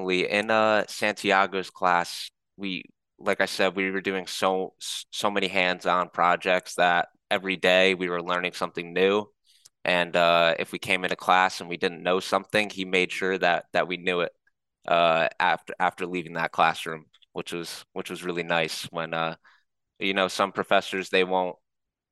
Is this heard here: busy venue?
no